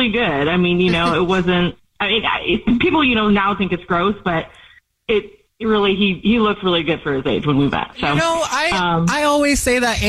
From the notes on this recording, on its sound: There is a woman on the phone